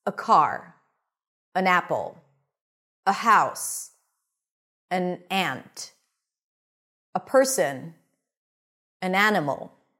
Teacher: Both of them are pronounced with a schwa when unstressed.